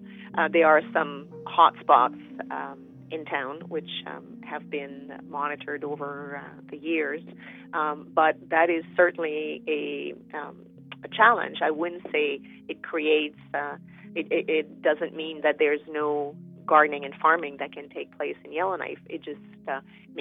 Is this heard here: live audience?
no